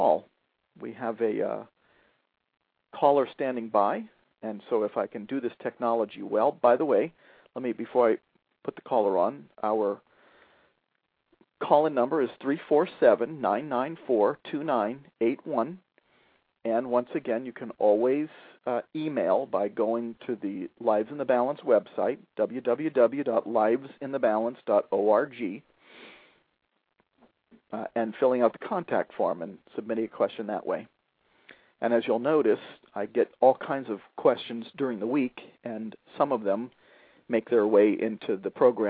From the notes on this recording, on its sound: a father who called